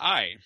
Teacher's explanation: that's in fact the sound of the Latinate ah and then the I sound · Term: diphthong